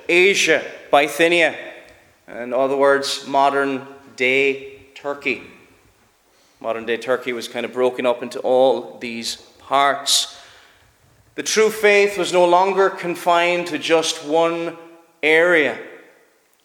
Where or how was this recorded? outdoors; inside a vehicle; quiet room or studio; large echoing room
large echoing room